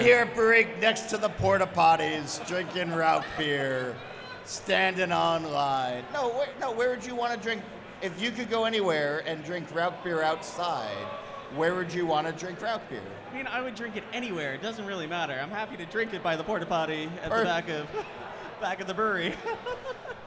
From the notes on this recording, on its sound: Recorded at Barrique Brewing and Blending in Nashville, Tennessee before a live and enthusiastic audience. Recorded at Barrique Brewing and Blending in Nashville, Tennessee before a live and enthusiastic audience.